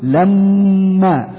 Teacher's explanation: إطالة الزمن عند حرف الميم التي عليها شدة · Term: حرف غن مشدد